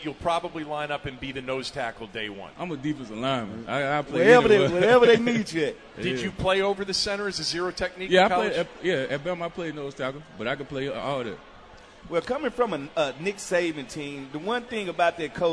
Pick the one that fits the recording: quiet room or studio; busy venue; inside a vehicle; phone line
busy venue